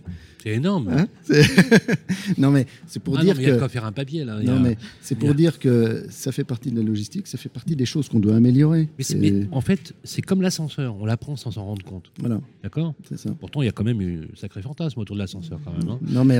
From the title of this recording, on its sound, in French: Emission spéciale en direct du SIMI 2022